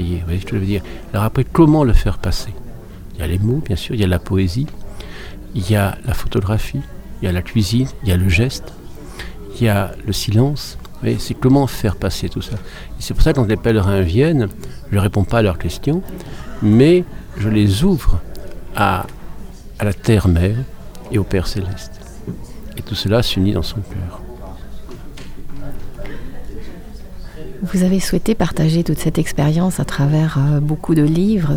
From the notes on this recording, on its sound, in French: En Direct Du Forum A Ciel Ouvert. Entretiens exclusifs enregistrés au FORUM A CIEL OUVERT.